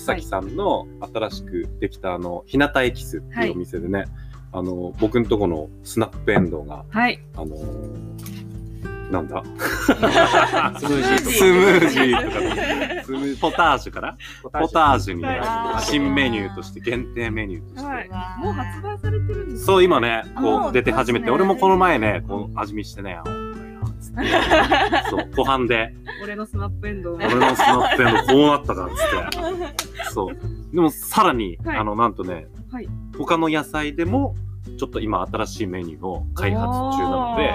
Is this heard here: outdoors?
yes